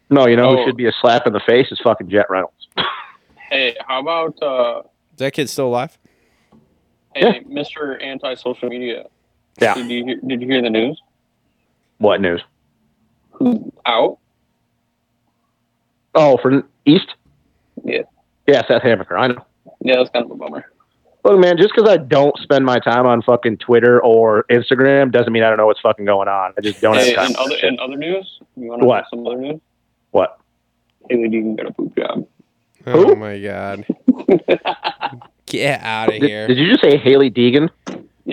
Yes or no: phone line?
yes